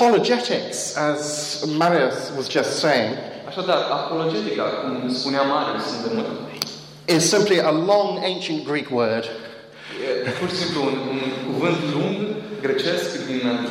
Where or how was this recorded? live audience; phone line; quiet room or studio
live audience